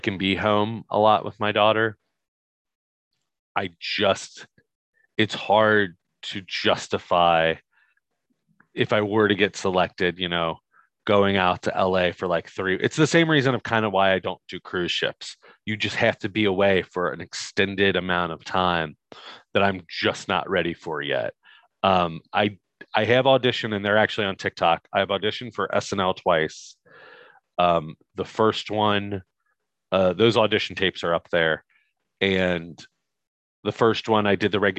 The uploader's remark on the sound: This is the original Zoom Audio.